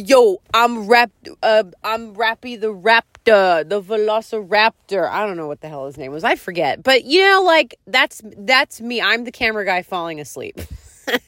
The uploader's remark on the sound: One podcast from my car and one podcast from my bed.